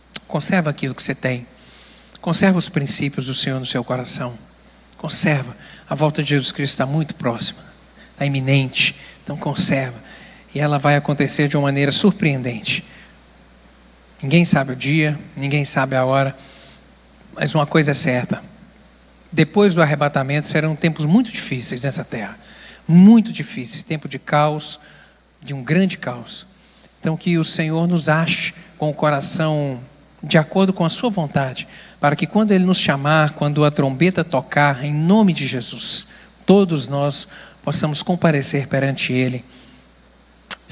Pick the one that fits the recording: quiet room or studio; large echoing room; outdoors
large echoing room